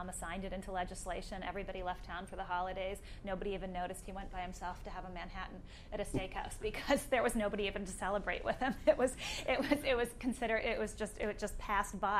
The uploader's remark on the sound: LIVE from Columbia University.